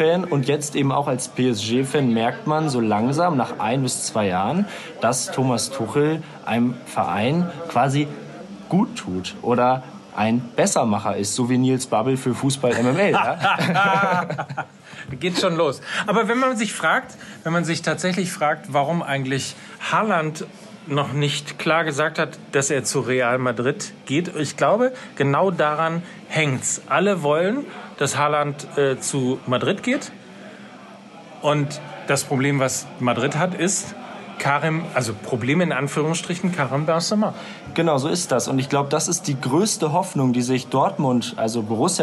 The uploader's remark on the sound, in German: Backstage und Live aus Gütersloh.